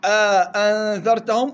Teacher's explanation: إثبات ألف تفصل بين الهمزتين المتلاصقتين وتمد مقدار حركتين · Term: الإدخال